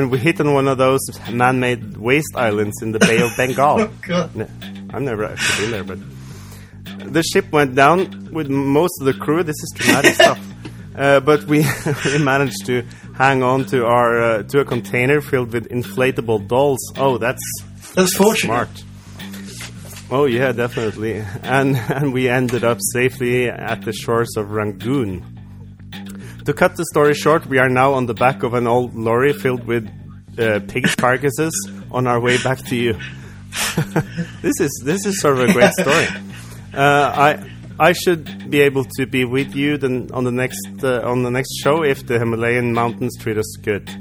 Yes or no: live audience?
no